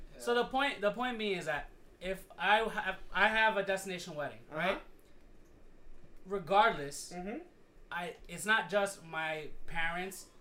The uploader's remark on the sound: SORRY FOR THE POOR AUDIO BUT WE HAD TOO MANY PEOPLE AND NOT ENOUGH MICS.